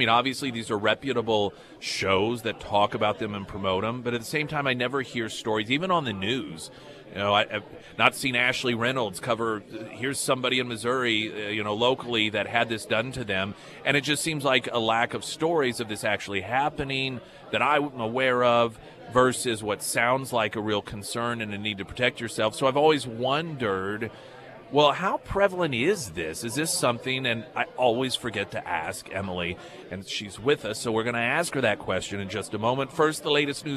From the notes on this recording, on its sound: live at Scramblers Diner for the KSGF Heroes Veterans Breakfast